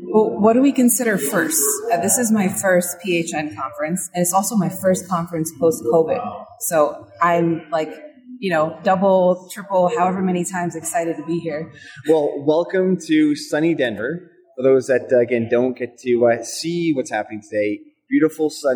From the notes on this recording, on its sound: recorded at the Passive House Network Conference